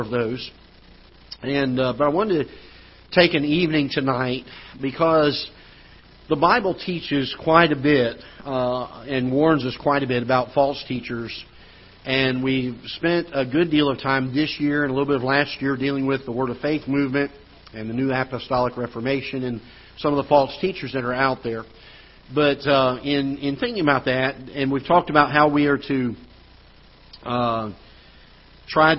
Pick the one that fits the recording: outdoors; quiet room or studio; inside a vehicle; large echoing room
large echoing room